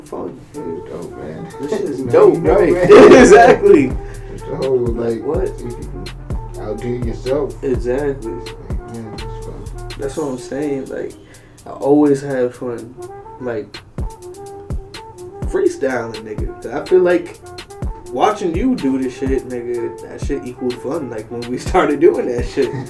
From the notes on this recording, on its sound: Sorry for the shitty audio.